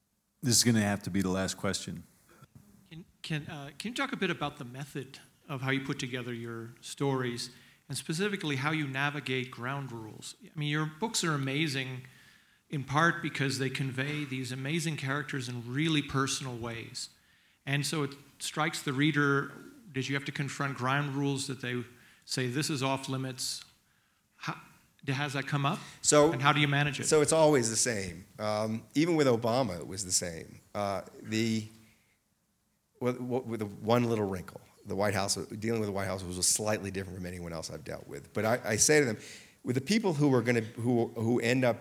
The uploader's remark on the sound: Recorded live at Aspen Words.